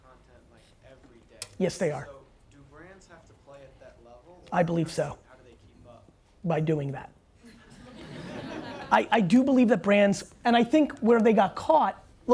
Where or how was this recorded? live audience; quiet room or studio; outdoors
live audience